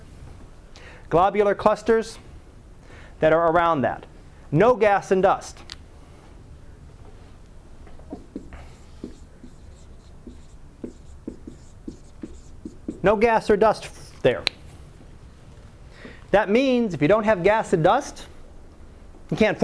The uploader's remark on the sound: Live Class Lecture